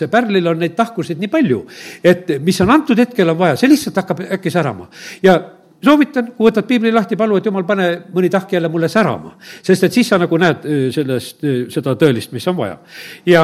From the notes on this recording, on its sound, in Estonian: Audio salvestus koosolekult.